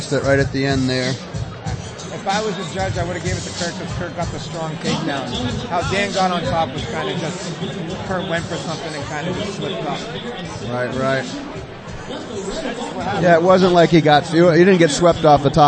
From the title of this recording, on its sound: LIVE from Combat Zone 57